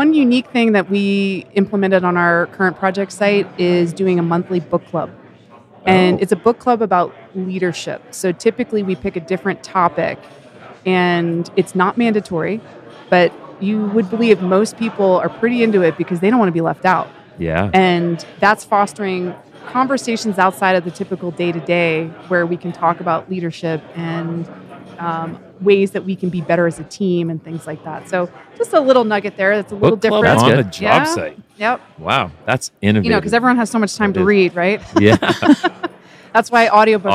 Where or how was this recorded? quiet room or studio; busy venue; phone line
busy venue